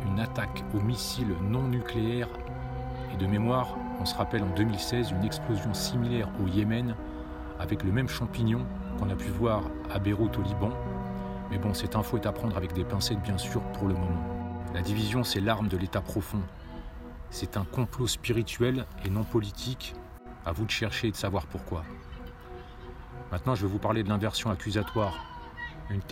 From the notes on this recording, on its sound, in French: Podcast partie 3 enregistré en extérieur